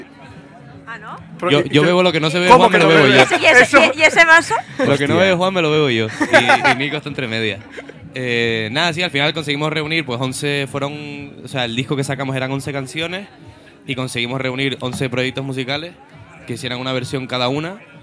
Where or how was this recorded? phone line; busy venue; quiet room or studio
busy venue